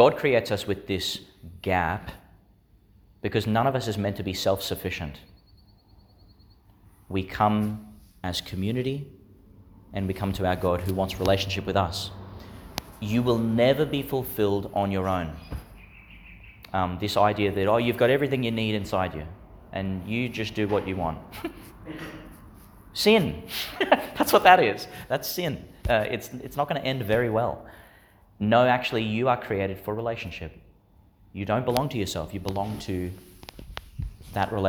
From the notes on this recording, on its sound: Homily for the Sixteenth Sunday in Ordinary Time, delivered in St Agnes Church, Agnes Waters, Qld.